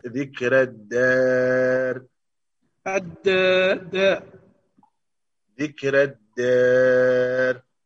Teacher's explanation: إذن الراء في ذكرى مرققة ولكن ليست ممالة، والدار الألف مقللة.